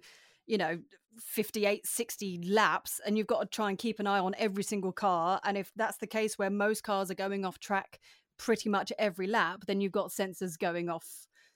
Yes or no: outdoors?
no